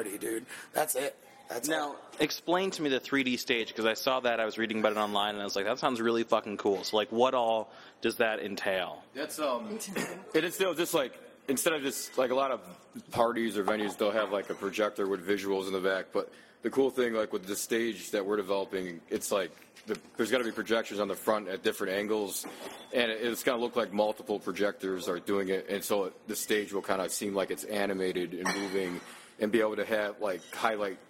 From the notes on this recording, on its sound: In an interview recorded at Evilolive the day after Spring Awakening.